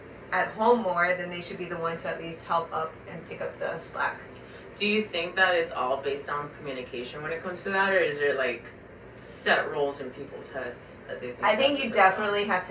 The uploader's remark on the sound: please bear with our sound, it was damaged during recording.